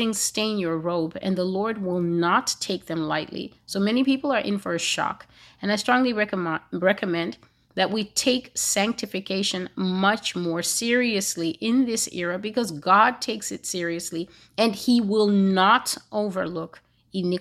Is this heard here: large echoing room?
no